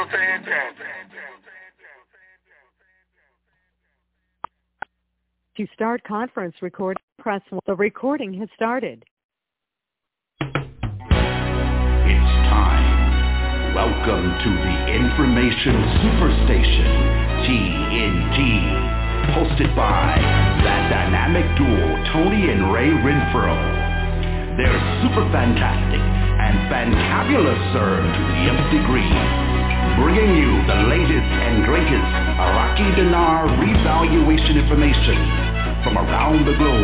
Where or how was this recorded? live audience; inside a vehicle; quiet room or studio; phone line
phone line